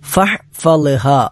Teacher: തൊണ്ടയുടെ മധ്യഭാഗത്ത് നിന്നാണ് ഹാ പുറപ്പെടേണ്ടത്